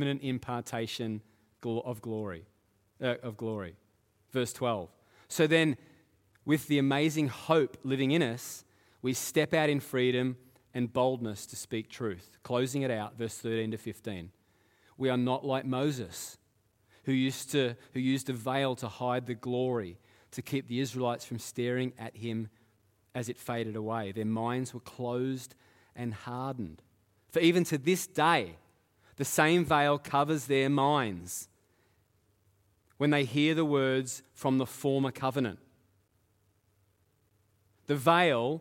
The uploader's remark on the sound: Live at Echo Church Melbourne